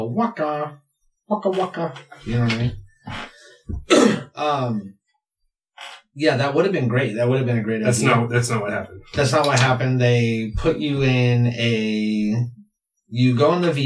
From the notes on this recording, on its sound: We lost our audio this week and had to pull the audio from the camera.